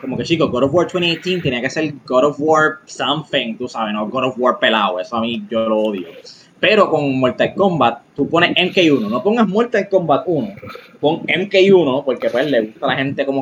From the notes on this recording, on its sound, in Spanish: Disclaimer: Disculpen los audio issues en este episodio, para el proximo seran resueltos.